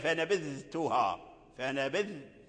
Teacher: فلا بد من إظهار الذال عند التاء في قوله تعالى فنبذتها